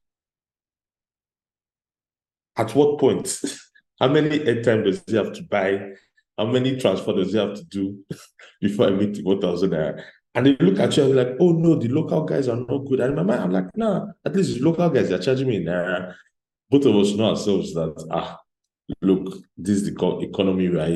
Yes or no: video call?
yes